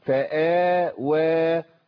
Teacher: فاوى عندي مدين لازم يتوزنوا، ما اقولش فاوى ما تنفعش.